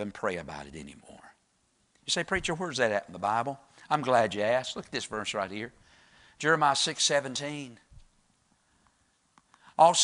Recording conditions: large echoing room